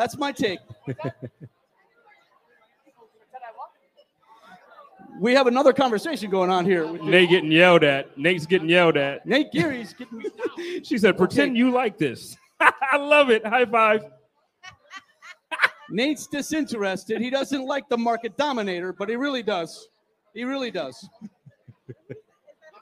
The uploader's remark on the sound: Live at Resurgence Brewery. Live from Resurgence Brewing Company!!